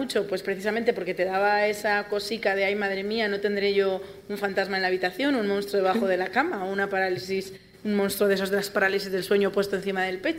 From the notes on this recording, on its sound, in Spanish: Primera tertulia DEX celebrada en el marco del festival ESTACIÓN PODCAST